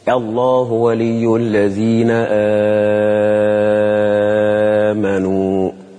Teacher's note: لاحظنا في هذه الآية الكريمة أن احنا وسطنا وقصرنا ومدينا البدل في كلمة الله ولي الذين آمنوا